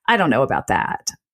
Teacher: poppy sort of noise that sometimes comes into particularly women's voices as they get through the end of a sentence. So that would be something like, I don't know about that, where you can hear that kind of fry, that crackliness come in. · Term: creaky voice